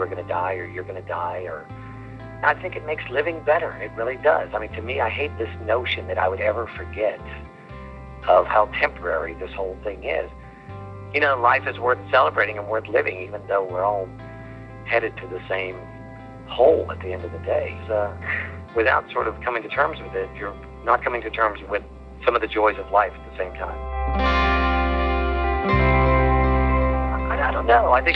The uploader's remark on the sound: by phone in 2002